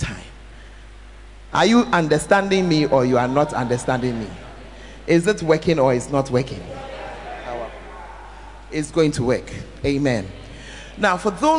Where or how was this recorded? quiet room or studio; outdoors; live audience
live audience